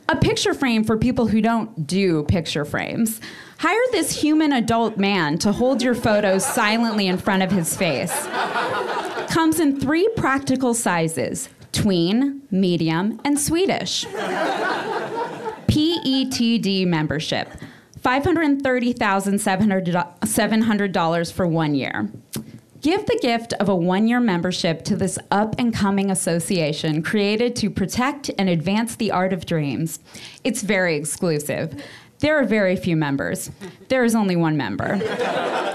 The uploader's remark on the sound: Holiday pieces recorded LIVE from the UCB theatre in Los Angeles.